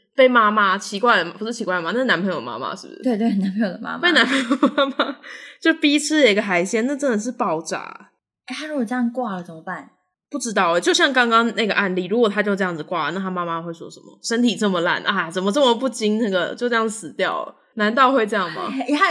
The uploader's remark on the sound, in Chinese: 直播節目會有一些現場音或不可抗力干擾。